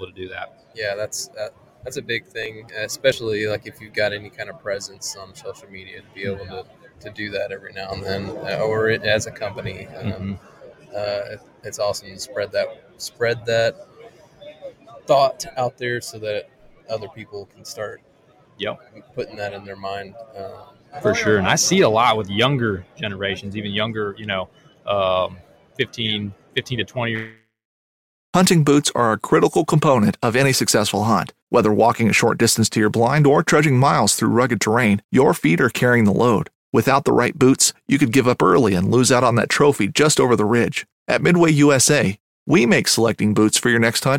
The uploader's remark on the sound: Live From ICast- Florida Fishing Products.